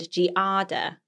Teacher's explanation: Americans tend to use the three syllables, how you say it, with the emphasis on the second